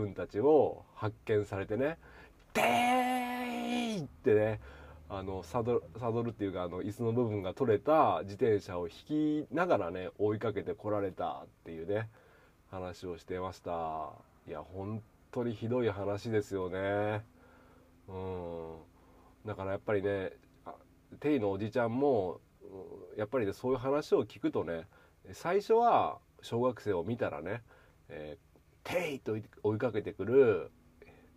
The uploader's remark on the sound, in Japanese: 軽トラを運転しながらダラダラと。